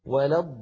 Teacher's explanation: اللام أيضا في كلمة وللضالين مشددة تتألف من لامين، اللام الأولى بين الرخوة والشديدة زمنها يحتاج إلى جريان ضئيل مساو للحم، وللضالين ها لامان، هذه اللام الأولى، لي هذه اللام الثانية.